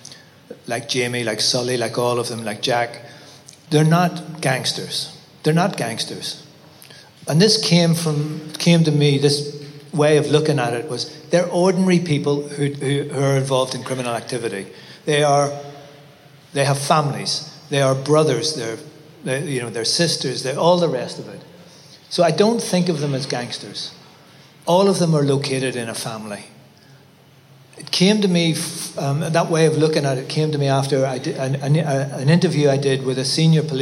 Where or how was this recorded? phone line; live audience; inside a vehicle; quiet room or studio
live audience